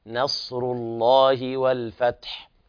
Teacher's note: الصاد تبين الهمس فيها والصفير